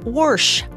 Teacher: the R ended up in the word wash and ended up as warsh